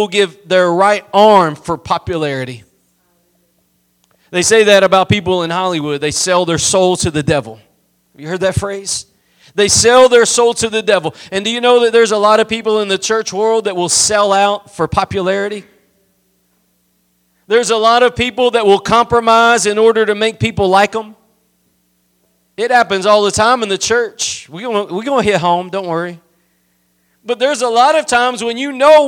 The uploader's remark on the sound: Preached at Gospel Lighthouse in Bossier City, La.